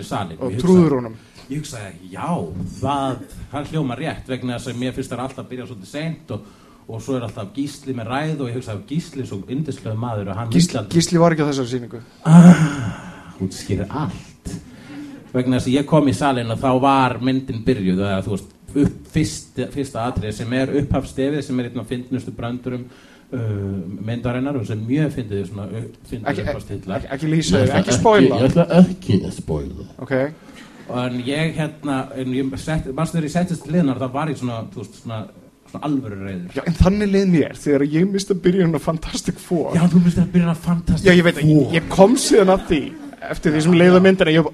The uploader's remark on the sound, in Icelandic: Live! á Húrra. Fyrir framan “live studio audience”.